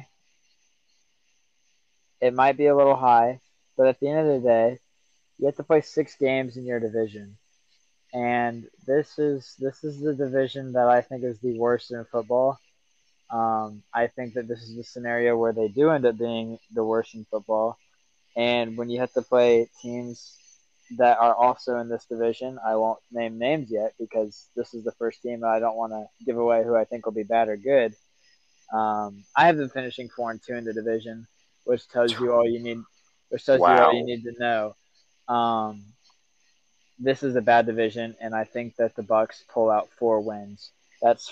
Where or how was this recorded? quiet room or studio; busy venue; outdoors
outdoors